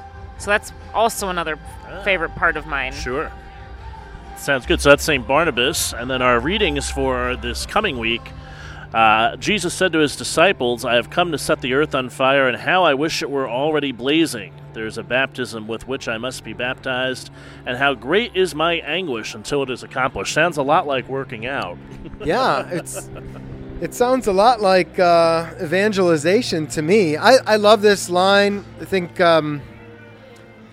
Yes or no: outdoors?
yes